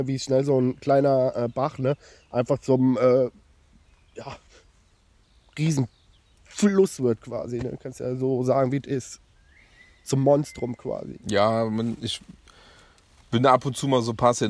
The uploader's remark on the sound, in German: Live und entspannt aus der Hängematte